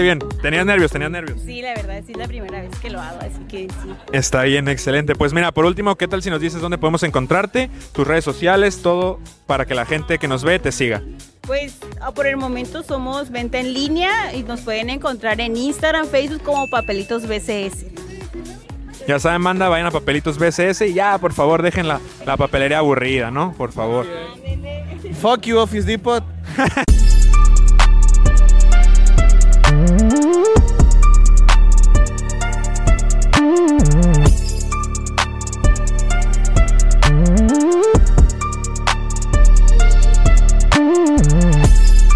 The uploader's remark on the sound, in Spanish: Recorriendo la Kermés del Paceño Showroom │ Aire Libre